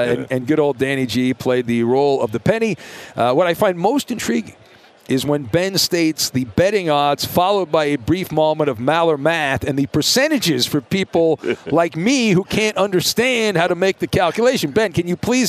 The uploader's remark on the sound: "live on tape" from Radio Row!